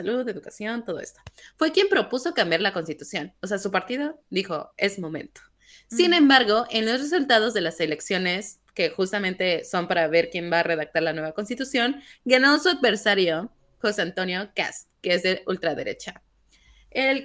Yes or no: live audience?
no